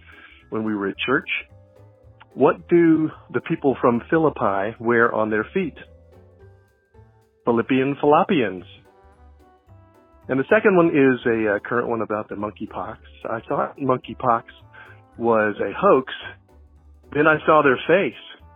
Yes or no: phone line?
yes